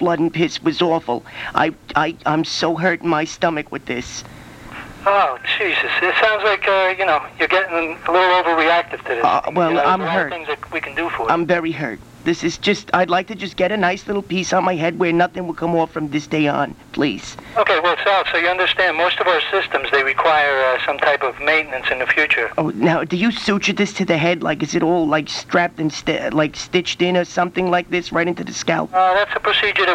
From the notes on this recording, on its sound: "18 Ball Game Beating" from archive.org was assembled into the "RBCP's Personal Prank Phone Calls Collection" podcast by Fourble.